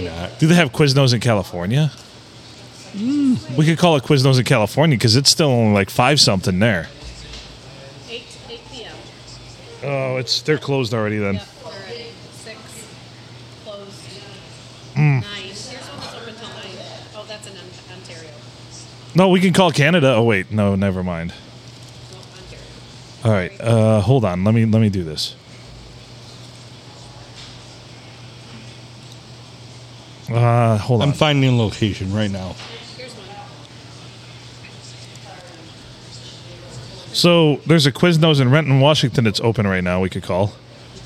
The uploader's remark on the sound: Recorded at the Silver Tavern, Deckerville (The olde STD) on a Sunday.